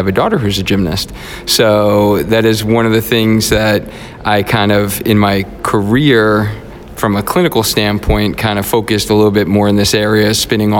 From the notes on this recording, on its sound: LIVE from the APTA NEXT Conference in Chicago. I'm coming to you live from Chicago, Illinois at the APTA Next conference.